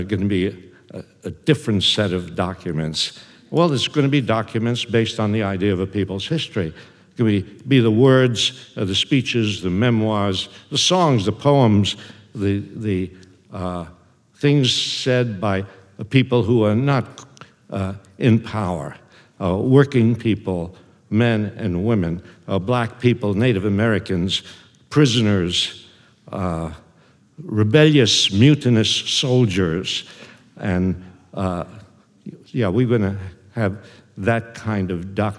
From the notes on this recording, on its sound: The event was recorded on May 13, 2009 in front of a live audience at New York's 92nd Street Y.